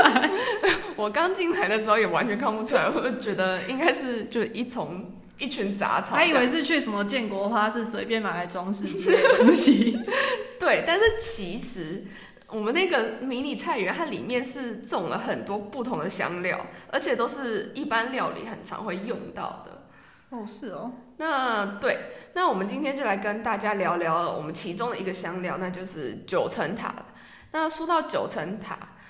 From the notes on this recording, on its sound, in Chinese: 這集因為換了一個錄音空間，後來發現有回音的問題，只好委屈一次大家的耳朵了